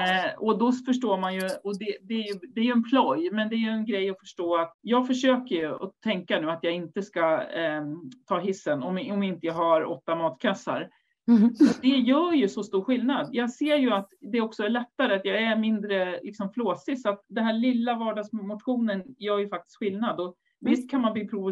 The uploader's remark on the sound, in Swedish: Ljudinspelningen från SOF:s webbinarium